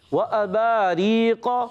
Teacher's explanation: آگے قاف رفع مستعلیہ میں سے ہے اور قاف زبان کی جڑ تعلق نرم حصے سے ادا ہوتا ہے